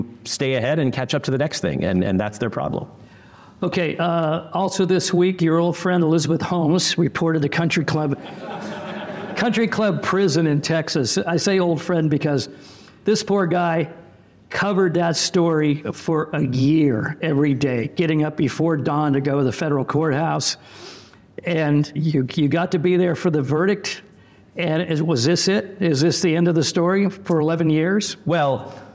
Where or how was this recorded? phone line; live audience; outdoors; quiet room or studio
live audience